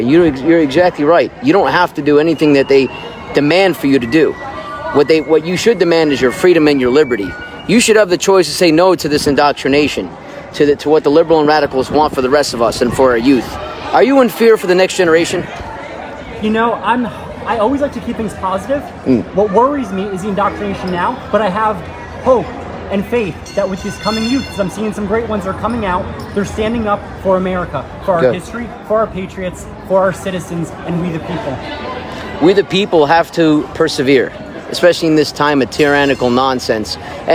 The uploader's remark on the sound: Live Interview & Patriot Rally Action! Interviews several patriots live!